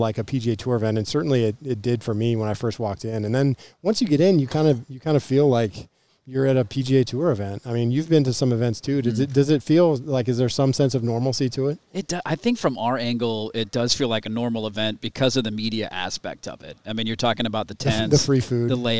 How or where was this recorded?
outdoors